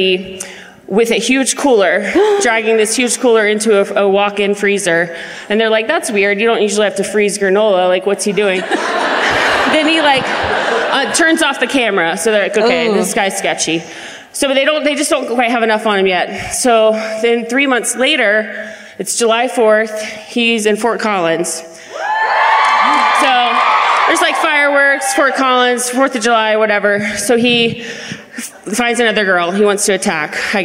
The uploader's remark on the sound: Live at the Bellco Theatre in Denver